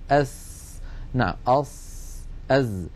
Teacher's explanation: الصورة التي على اليمين هذا هو المخرج الصحيح، لاحظوا يا إخوتي أن الإنسان يضع رأس لسانه على الصفحة الداخلية للأسنان السفلى ويضغط فينشأ صوت ناتج من اصطدام الهواء بالصفحة الداخلية للأسنان السفلى والعليا